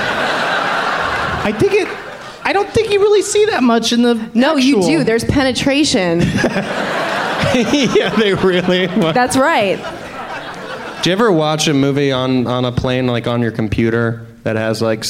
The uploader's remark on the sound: Podcasting live from Bumbershoot